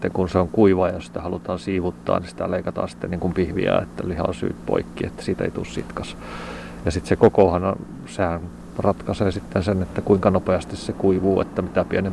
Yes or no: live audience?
no